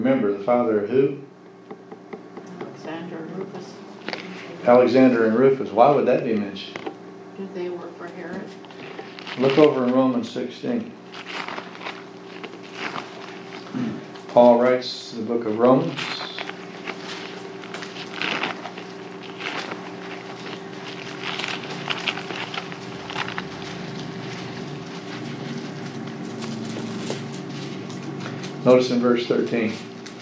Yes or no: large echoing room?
yes